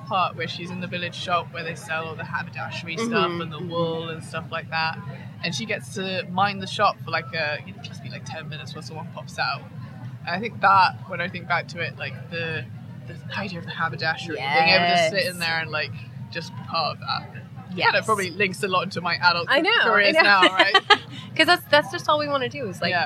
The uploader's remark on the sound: Live from Edinburgh Yarn Festival